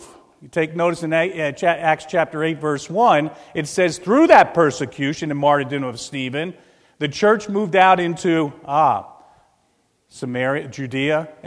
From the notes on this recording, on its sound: This is a recording of the Lebanon Bible Fellowship Church in Lebanon, PA on 5/1/2016 during the morning service